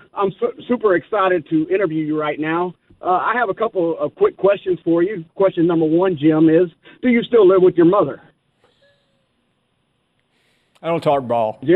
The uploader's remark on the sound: we start taking some of your phone calls